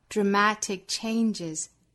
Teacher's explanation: Dramatic 尾部的 k 的发音别掉 dramatic changes 白口型，但是不爆破。在后面呢 changes 的后面可以停顿一小下 changes 喘一口气。All the things that occur on the inside of